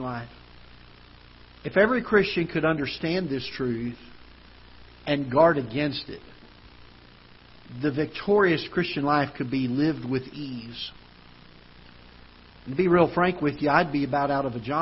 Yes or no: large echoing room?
yes